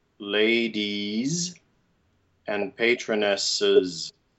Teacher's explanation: The North American way is to make either a schwa or a closed E.